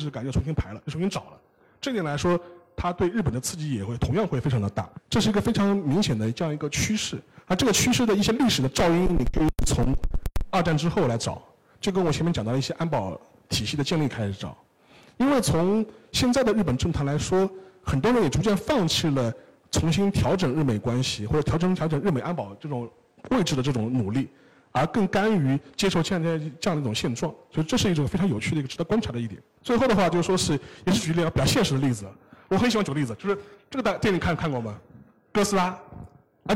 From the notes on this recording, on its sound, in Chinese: 在杭州单向空间举办的《昭和风，平成雨》分享活动的现场录音